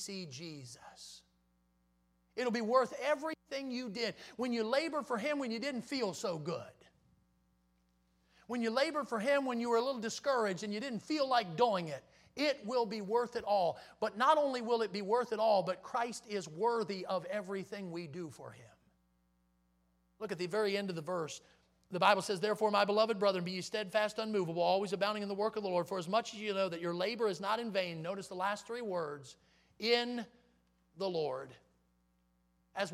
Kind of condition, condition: setting, large echoing room